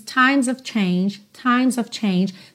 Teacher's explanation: você percebe que o próprio o fica bem sutil, que ela funciona realmente como uma palavrinha de ligação